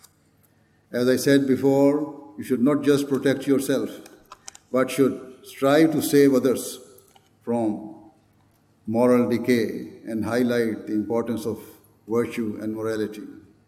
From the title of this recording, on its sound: Address at National Ijtema 2019 of the Ahmadiyya Muslim Women Association UK